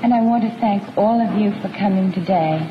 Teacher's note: speaking as usual in her soft, breathy voice, on the verge of cracking